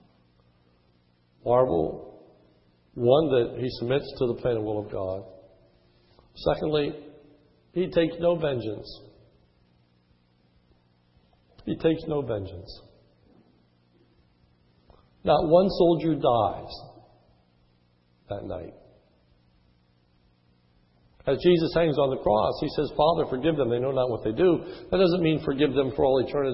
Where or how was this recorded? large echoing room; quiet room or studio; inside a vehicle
large echoing room